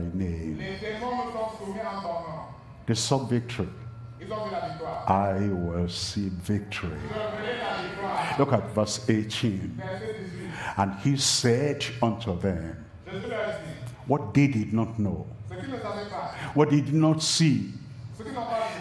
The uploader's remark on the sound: live from Douala, Cameroon